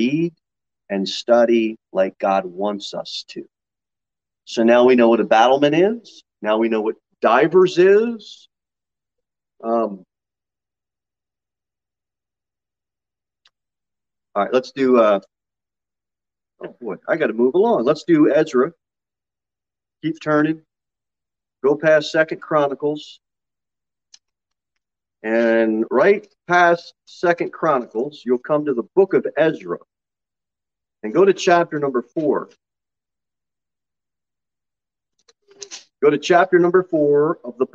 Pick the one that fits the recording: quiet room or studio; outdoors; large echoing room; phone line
large echoing room